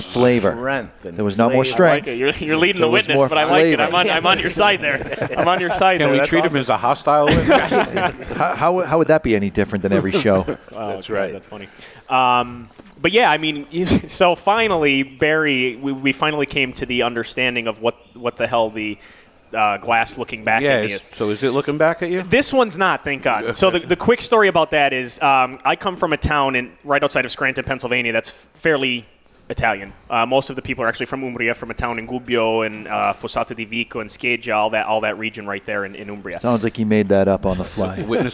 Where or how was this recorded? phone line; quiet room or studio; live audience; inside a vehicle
live audience